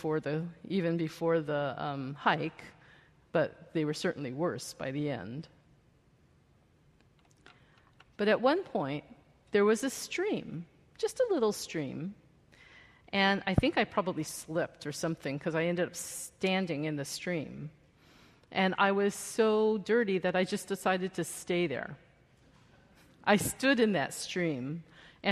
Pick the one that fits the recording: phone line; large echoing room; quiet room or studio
large echoing room